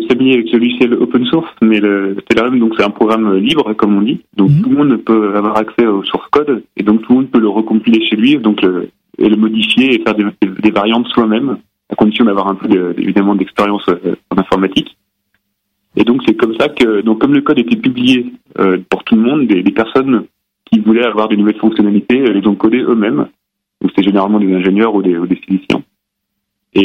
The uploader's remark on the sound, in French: Médiateur scientifique et conférencier au planétarium du Musée de l'Air et de l'Espace (par téléphone).